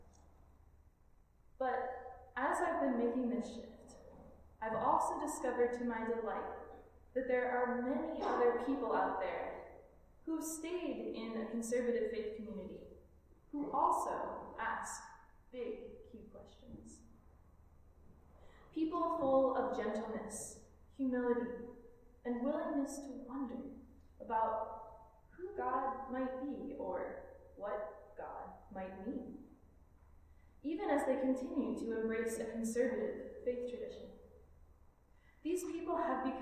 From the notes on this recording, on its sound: This Minisode is a recorded sermon delivered at All Souls Community Church of West Michigan, a Unitarian Universalist congregation in Grand Rapids. If this recording is too quiet, we are sorry!